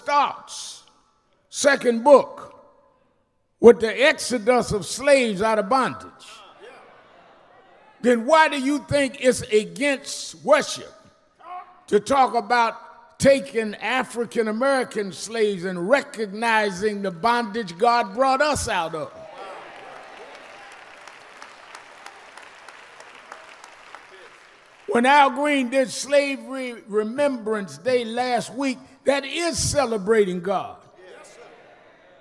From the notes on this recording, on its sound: special guest preacher at Lilly Grove Missionary Baptist Church in Houston, TX